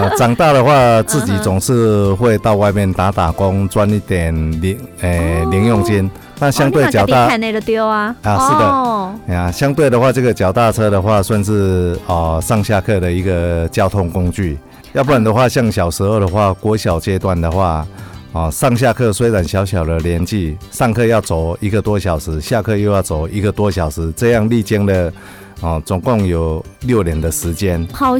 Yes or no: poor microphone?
no